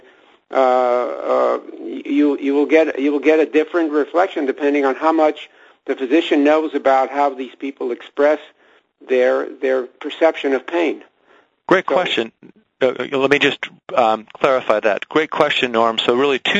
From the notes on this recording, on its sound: Author in the Room® Teleconference